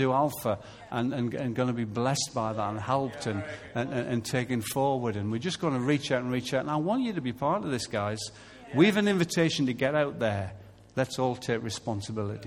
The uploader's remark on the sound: Recorded live at Life Church Lancashire on Sunday 21st September 2014.